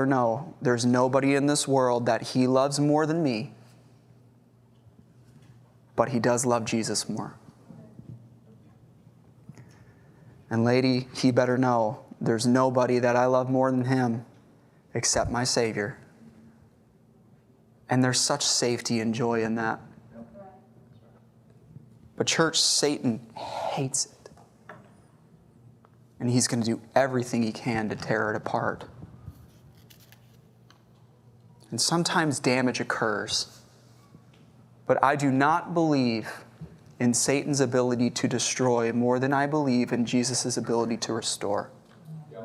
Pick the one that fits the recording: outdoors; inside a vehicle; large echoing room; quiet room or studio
large echoing room